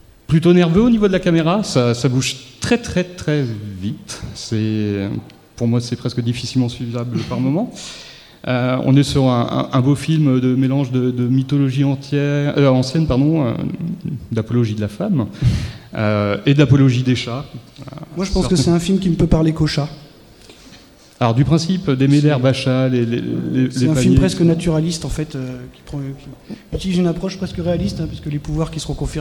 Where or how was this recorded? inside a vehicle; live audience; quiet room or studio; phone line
live audience